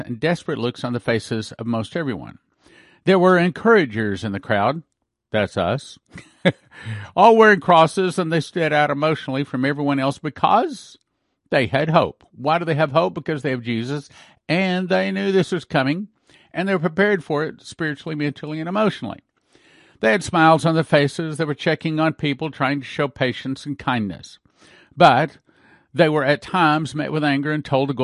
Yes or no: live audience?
no